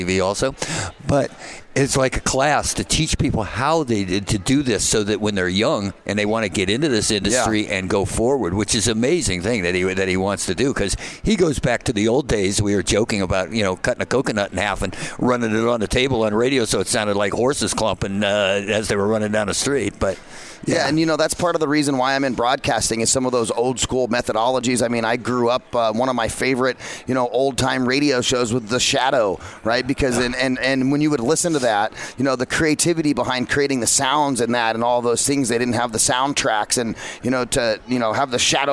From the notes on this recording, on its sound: Broadcast Day 2 Live from the Phoenix Comicon! Interviews LIVE from the floor of Phoenix Comicon.